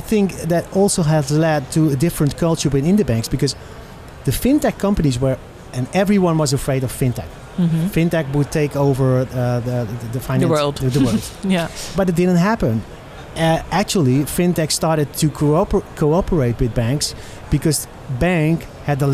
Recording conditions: busy venue